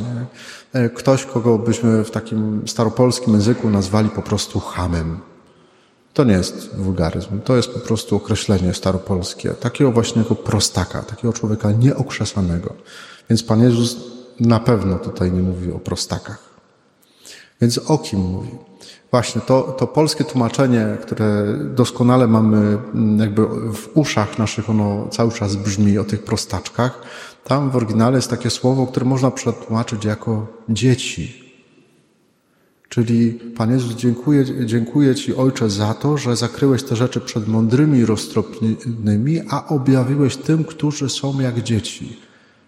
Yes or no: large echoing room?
yes